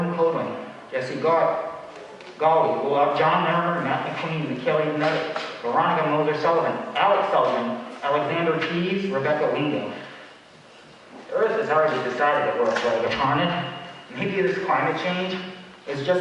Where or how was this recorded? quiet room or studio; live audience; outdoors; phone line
live audience